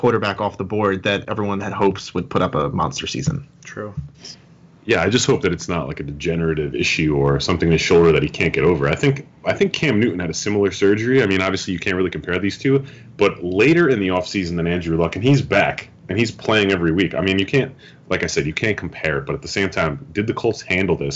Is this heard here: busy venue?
no